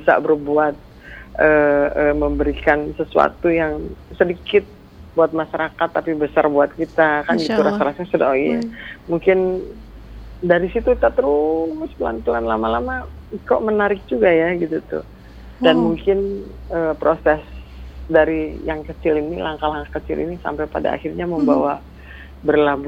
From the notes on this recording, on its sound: By Phone.